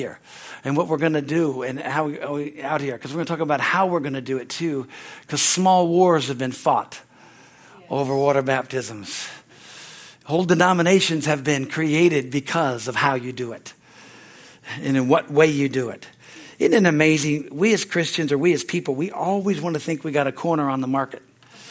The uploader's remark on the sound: from the Sunday, Service on September 10, 2023 at Harvest Bible Church Stockton, California